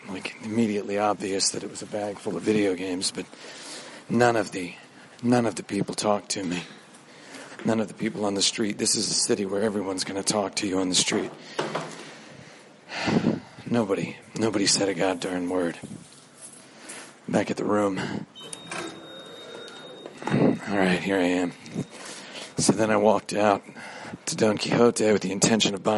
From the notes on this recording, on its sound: Recorded on the streets and in the buildings of Japan.